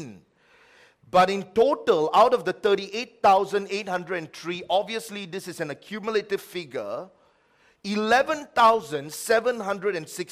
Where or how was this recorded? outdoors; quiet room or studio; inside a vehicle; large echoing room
large echoing room